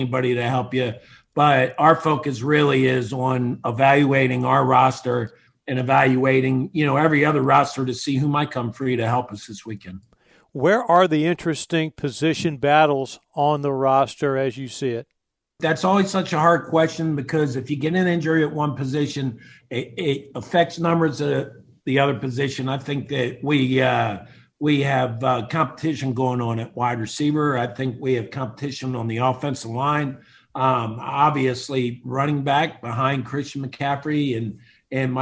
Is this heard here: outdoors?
no